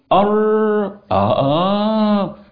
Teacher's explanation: أيضا بالنسبة الراء طبعا حنراعي في التقعر، حرف مفخم أر أر أر، ارتفاع قبة الحنك لفوق، وطبعا ارتفاع طبعا أقصى الحنك أهو بيسد التجويف الأنفي. الراء فيها صفة البينية بين الشدة وبين الرخاوة، وإن كانت ميلة للشدة أقرب